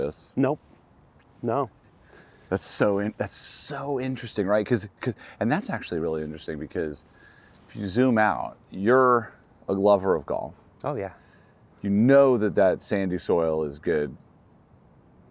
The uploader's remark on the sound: A first ever live interview at Golden Gate Park Golf Course.